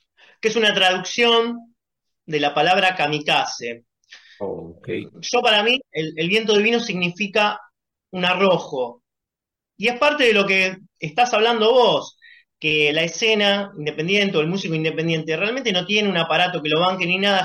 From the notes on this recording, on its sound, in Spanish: Charlamos via zoom.